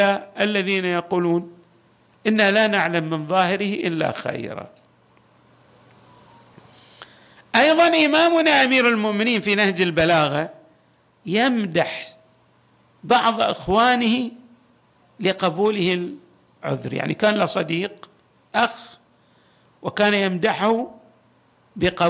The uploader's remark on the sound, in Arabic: تسجيلات جامع الامام علي عليه السلام الأحساء المبرز